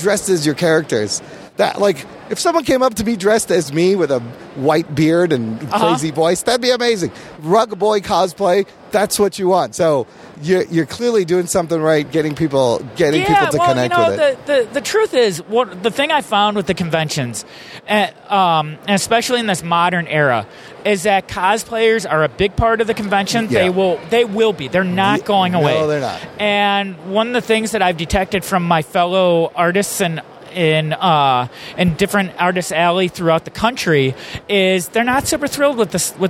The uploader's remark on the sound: take you live to the floor of the 10th annual Chicago Comic & Entertainment Expo!